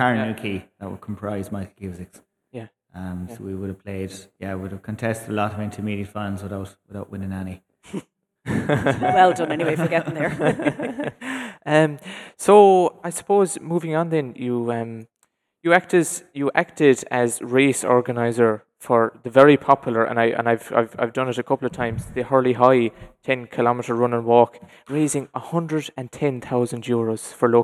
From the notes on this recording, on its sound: LIVE FROM Quin Community Centre